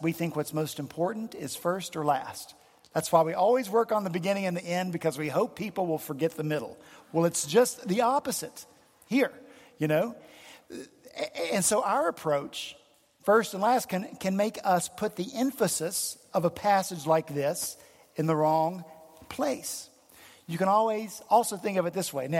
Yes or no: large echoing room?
yes